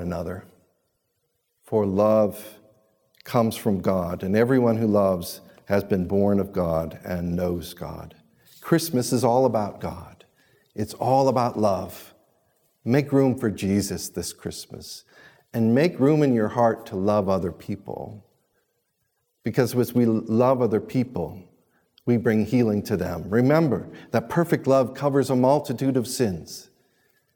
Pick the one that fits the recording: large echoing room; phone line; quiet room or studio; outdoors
large echoing room